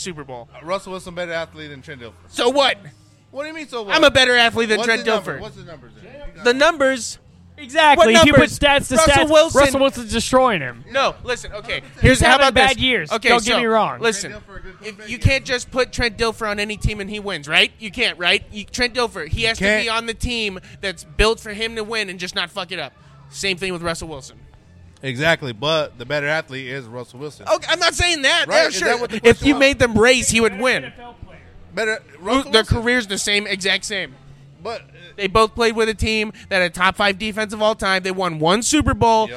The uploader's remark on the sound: LIVE FROM THE AXL BARBER SHOP